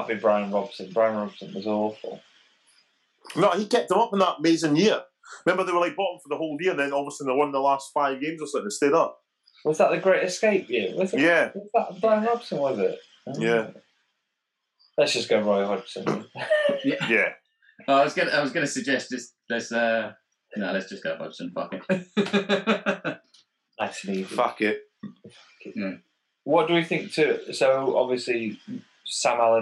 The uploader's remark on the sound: The Football Humans are back on Zoom